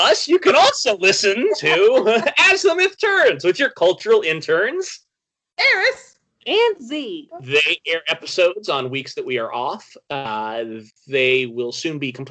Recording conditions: poor sound quality